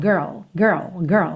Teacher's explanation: Parece que é um som só. Mas não é, na verdade, é a soma desses dois, do R, com o L lá